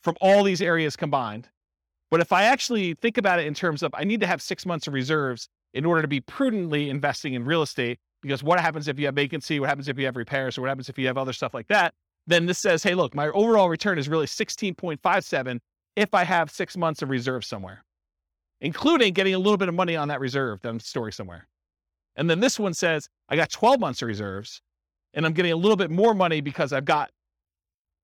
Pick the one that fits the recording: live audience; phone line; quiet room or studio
live audience